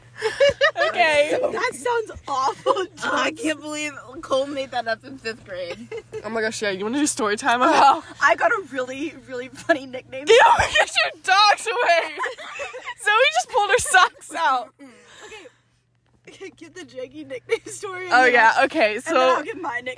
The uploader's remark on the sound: Live from the Sonic Parking Lot